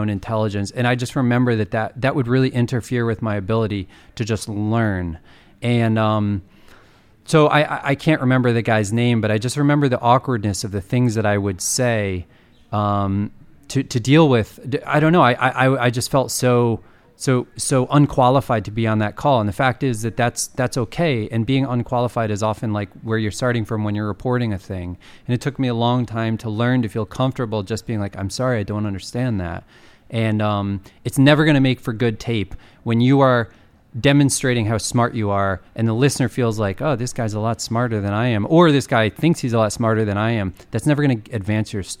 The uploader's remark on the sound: It was recorded at the end of 2019 - yeah, it's taken a while to produce this - at the Podcastnetwerk Festival in Amsterdam.